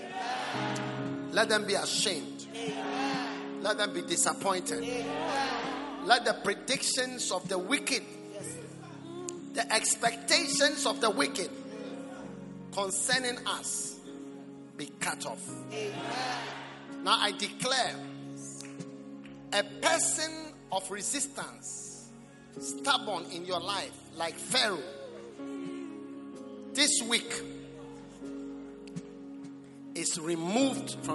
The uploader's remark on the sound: Preached at the Prophetic Encounter Service.